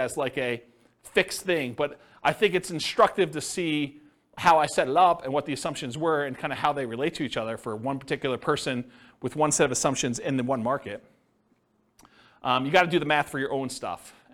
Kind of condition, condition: setting, live audience